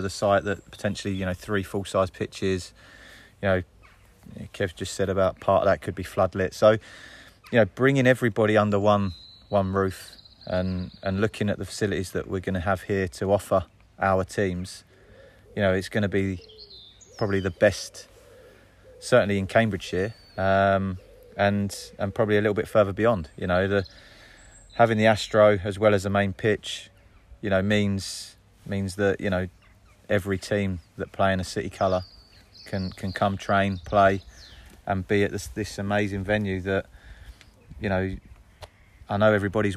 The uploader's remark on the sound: LIVE from the site of City’s new stadium at Sawston